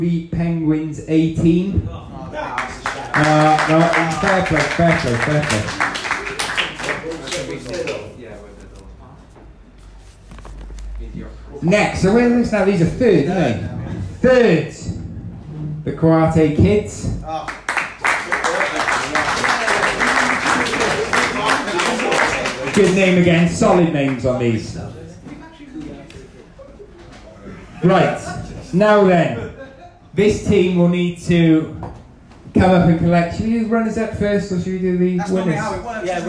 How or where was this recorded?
busy venue